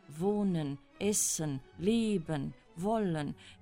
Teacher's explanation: the emphasis is on the first syllable, and the second syllable is lighter but finishes with a consonant. It's not like Italian where it rises, finishing with a vowel.